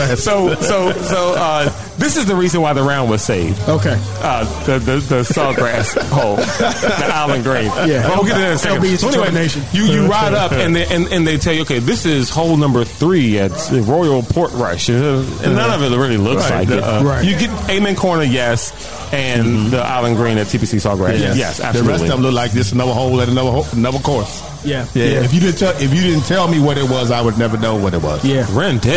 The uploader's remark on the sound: recorded at the season finale of Road 2 Par's Putt & Puff event at Lake Presidential.